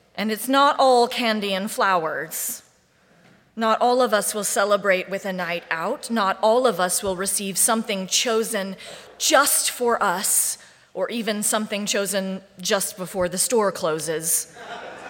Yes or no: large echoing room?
yes